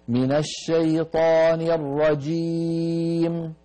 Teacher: لا تمط الميم يا بنتي، يا بنتي لا تمط الميم عند الوقف